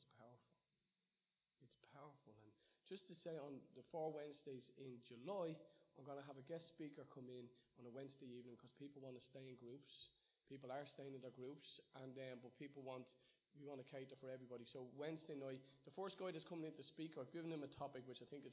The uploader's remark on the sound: Recorded live in Liberty Church on 23rd June 2019